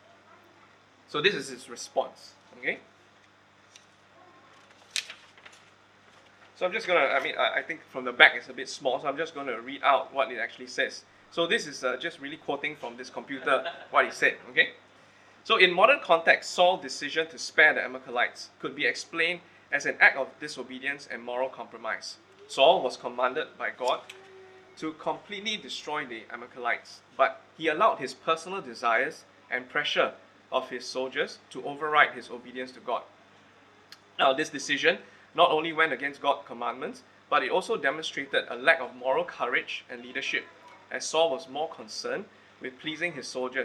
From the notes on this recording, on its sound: Recorded Live/Sermon.